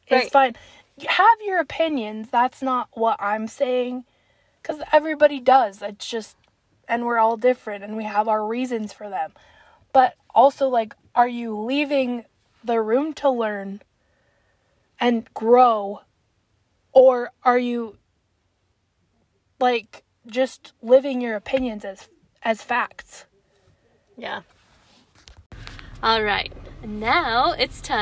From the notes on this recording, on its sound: The Car Pod. Podcasting from the car!